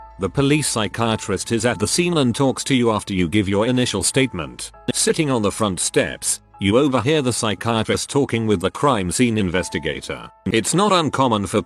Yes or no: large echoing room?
no